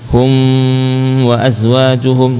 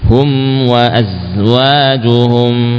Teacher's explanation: mim sukun saat bertemu dengan wawu tetap dibaca dengan izhar syafawi ya, gunnahnya tidak lama-lama. · Shown in: second take